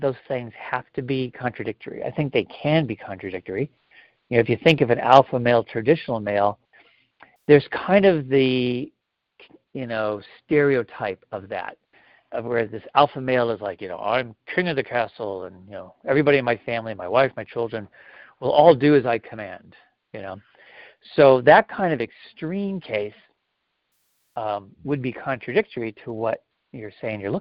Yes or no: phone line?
yes